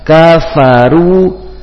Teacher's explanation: ru berhakot doma, maka dua bibir dimonyongkan. Kafaru, jangan kafaru, kafaru, bukan, bibir dimonyongkan.